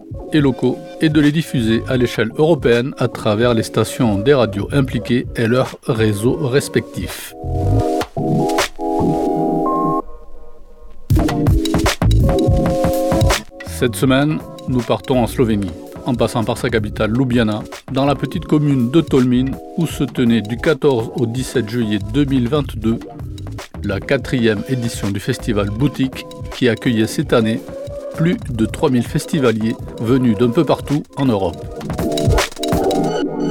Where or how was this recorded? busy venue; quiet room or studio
busy venue